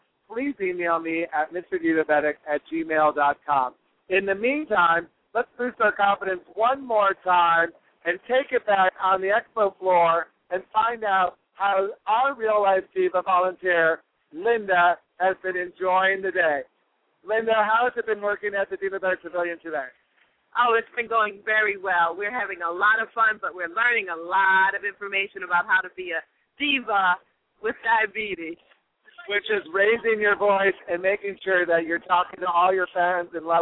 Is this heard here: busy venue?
yes